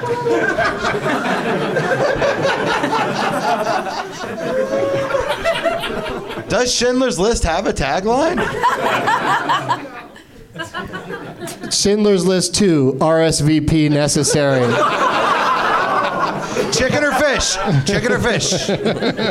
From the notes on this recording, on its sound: Live from the NerdMelt Showroom in Los Angeles